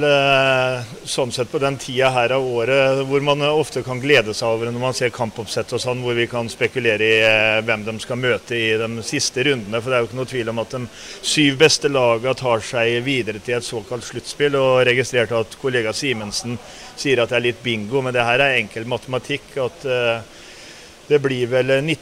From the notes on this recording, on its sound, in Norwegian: Fotballpodkast fra Stadion. Et fotballsultent podkast-panel har derfor flyttet studioet til Fredrikstad Stadion.